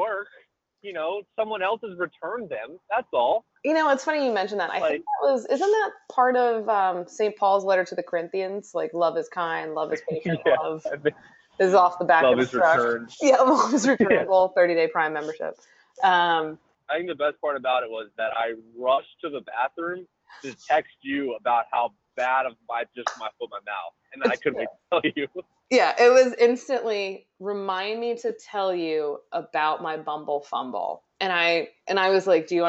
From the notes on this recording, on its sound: On the Road. We realize the audio is bad, it was a test.